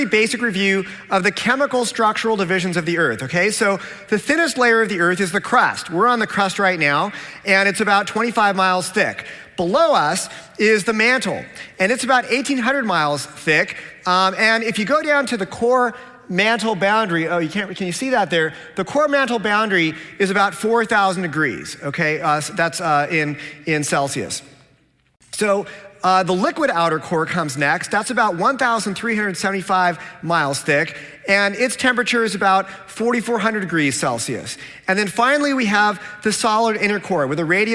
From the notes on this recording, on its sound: a Q&A with his original audience